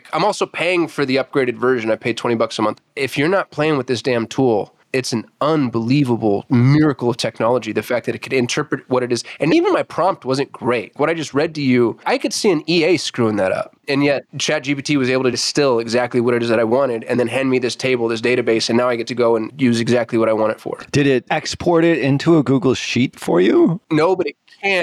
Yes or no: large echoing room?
no